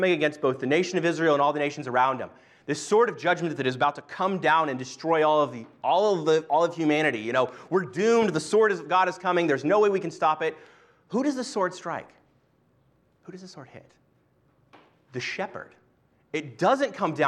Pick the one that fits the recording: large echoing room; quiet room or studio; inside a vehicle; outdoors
large echoing room